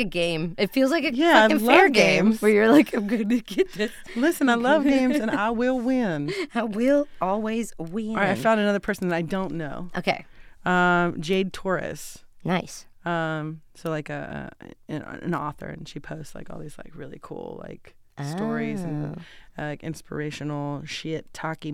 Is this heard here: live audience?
no